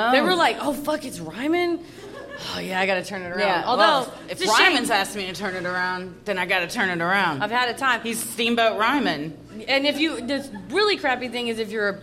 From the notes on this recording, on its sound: Recorded live at Zanies in Nashville, TN.